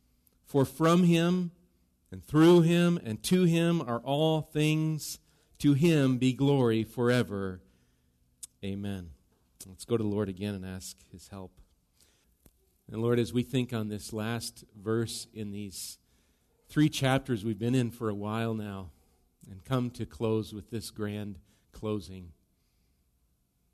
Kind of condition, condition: setting, large echoing room